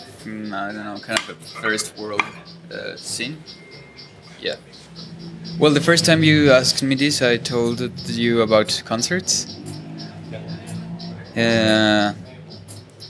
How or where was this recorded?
busy venue